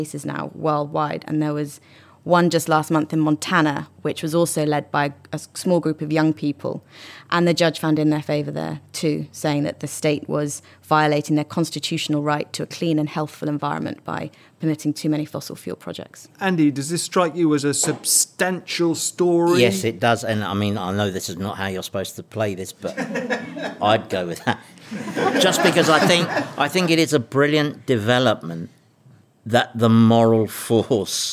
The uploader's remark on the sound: It was recorded in front of an audience in the Tortoise newsroom.